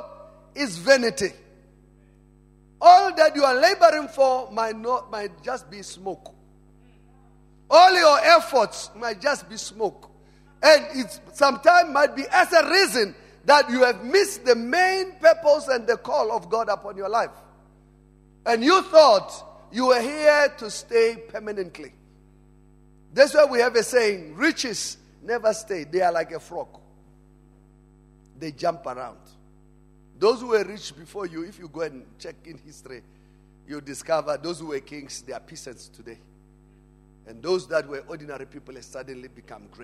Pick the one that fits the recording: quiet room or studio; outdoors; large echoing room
large echoing room